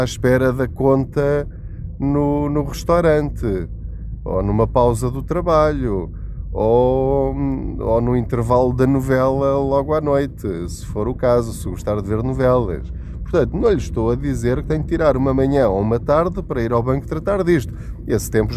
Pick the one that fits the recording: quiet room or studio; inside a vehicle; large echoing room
inside a vehicle